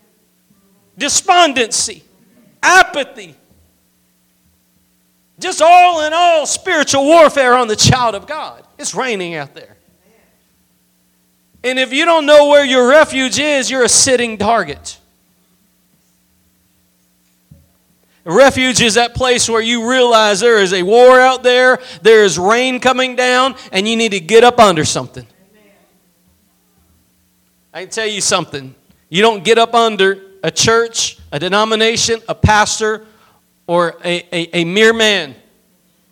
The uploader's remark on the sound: Preached at Gospel Lighthouse in Bossier City, La.